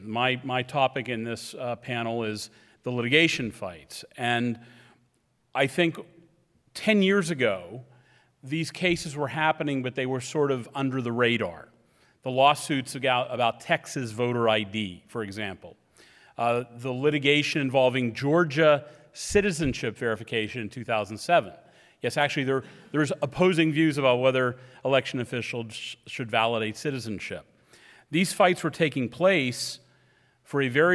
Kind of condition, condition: setting, live audience